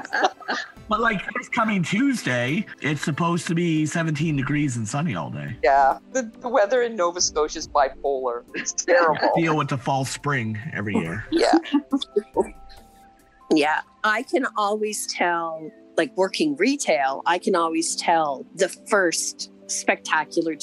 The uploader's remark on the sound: sit around the Zoom table with hot beverages